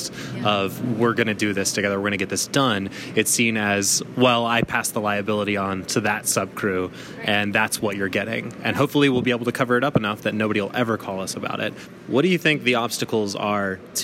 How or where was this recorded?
busy venue